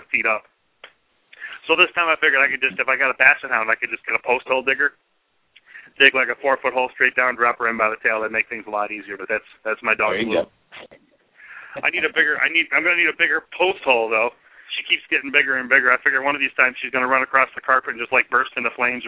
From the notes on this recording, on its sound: Live Vendor Call In radio show.